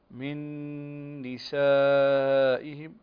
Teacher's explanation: نون ساكنة وبعدها نون، فهنا إدغام بغنة